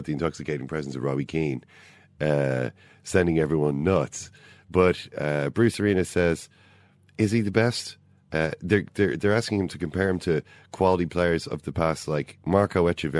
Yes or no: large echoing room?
no